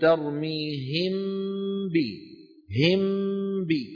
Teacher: حالة بين الإظهار والإدغام، عار عن التشديد مع بقاء الغنة في الحرف الأول. معناها لما ننطق الحرف المخفى هو يشبه الإظهار ويخالفه، ويشبه الإدغام ويخالفه. · لم أقول ترميهم بي بارتفاعتين بل بارتفاعة واحدة · Term: الإخفاء